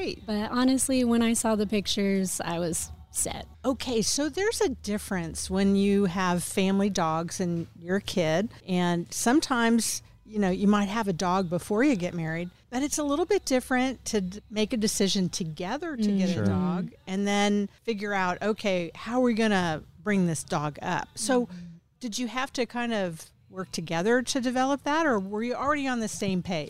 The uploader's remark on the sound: Recorded at Wheelers Western Outfitters.